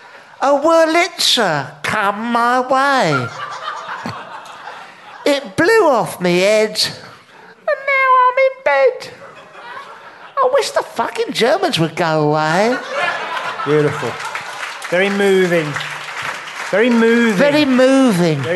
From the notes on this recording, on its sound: Live At The Guanabara Club, Covent Garden. 250 fans at fever pitch turn up.